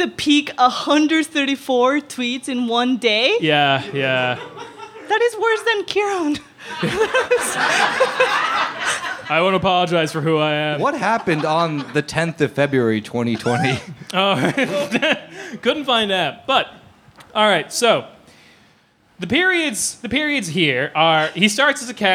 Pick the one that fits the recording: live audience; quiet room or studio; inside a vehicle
live audience